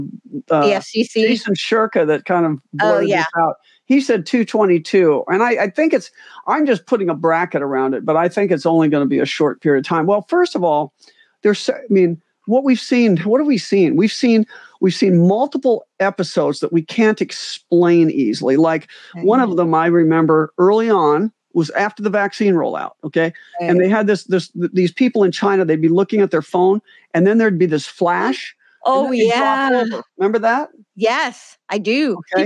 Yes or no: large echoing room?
no